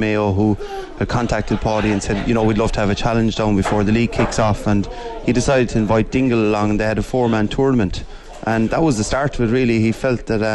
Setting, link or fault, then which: setting, busy venue